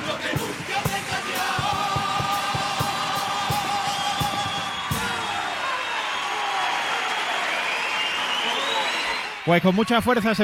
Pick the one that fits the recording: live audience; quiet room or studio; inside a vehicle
live audience